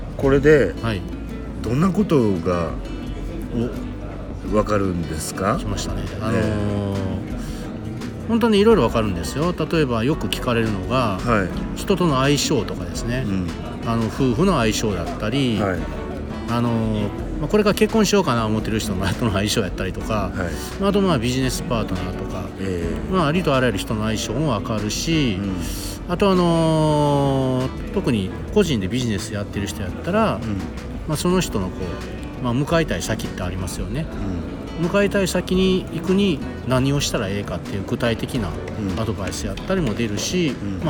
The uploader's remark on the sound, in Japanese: 大阪難波のスイスホテルのラウンジで収録を行った